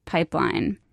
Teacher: her voice kind of creaks on the word pipeline. That's vocal fry.